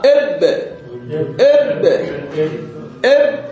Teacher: ننطبق العضوان بانفراجهن يطلع هذا الصوت الانفجاري